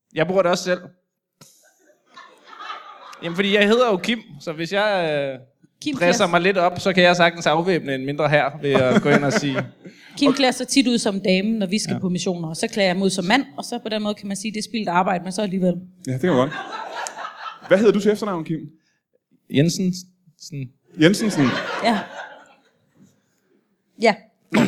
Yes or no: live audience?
yes